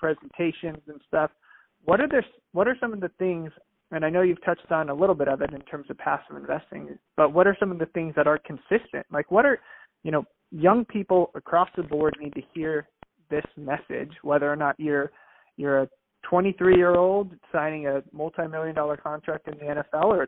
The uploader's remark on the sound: Phone Audio